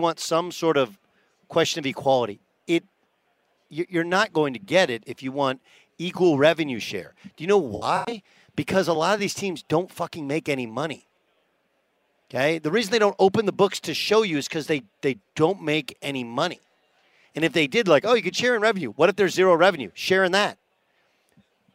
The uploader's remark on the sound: Live at Radio Row at Mandalay Bay in Las Vegas to kick off Super Week.